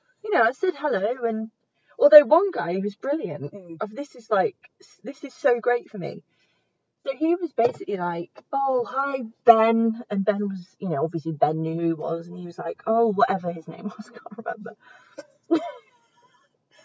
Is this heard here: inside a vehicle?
yes